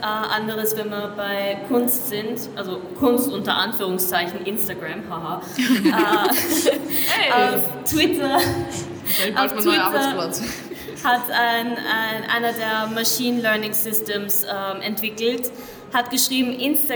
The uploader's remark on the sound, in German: Live auf der Comix